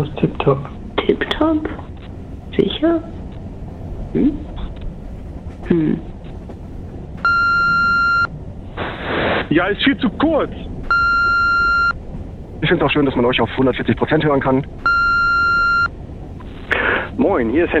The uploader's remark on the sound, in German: Live aus voller Fahrt mit der deutschen Bahn